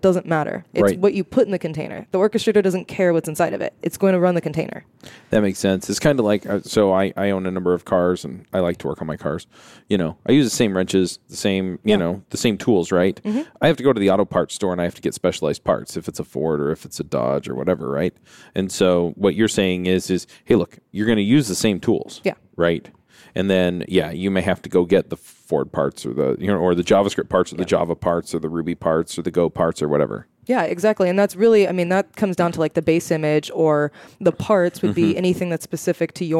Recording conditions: busy venue